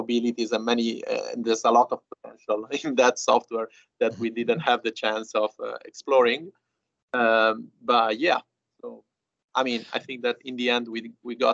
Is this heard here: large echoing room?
no